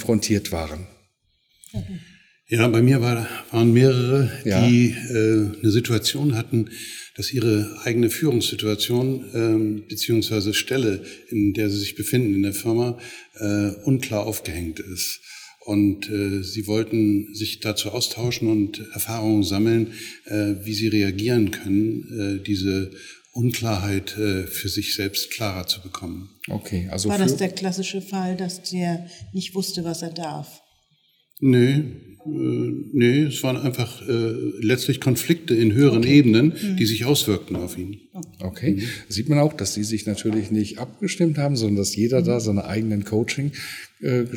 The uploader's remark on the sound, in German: Congress der Controller in München. Der Performance Manager Podcast war live vor Ort und hat auf der größten Controller-Fachtagung in Europa mit den Who‘s Who im Controlling geredet.